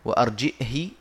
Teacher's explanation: يعني بالكسر من غير صلة مع الهمز